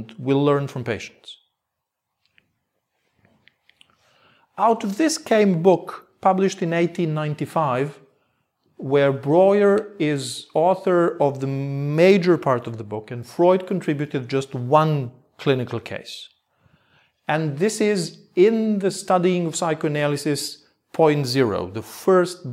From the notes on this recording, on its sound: Part of a lecture. At Mittelweg 50 in Berlin 23 of February 2019 for Berlin Psychoanalytic.